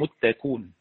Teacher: لما احذف الهمزة كانت متكي كي كي اون، لما احذف الهمزة هتبقى كاف بعدها واو مد، الكاف لازم تتحول من الكسرة إلى الضم تبقى متكون. الصاد بي بي اون، احذف الهمزة الباء تتحول من الكسر إلى الضم عشان تكون مناسبة للواو.